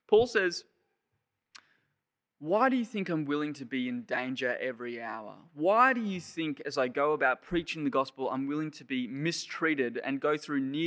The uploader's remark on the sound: Sermon preached on 10 April 2021 at Penrith Anglican Church.